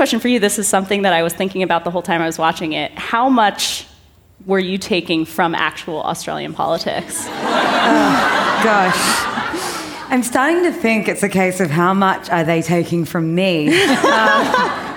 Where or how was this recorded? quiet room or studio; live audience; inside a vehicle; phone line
live audience